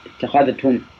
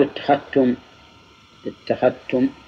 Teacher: ثم اتخذتم تقرأ بالإظهار والإدغام. اي الإدغام هو اتخذتم الذال بالتاء، نعم تقول اتخذتم اتخذتم، يعني تظهر الذال اتخذتم، أو تدغم تقول اتخذتم اتخذتم.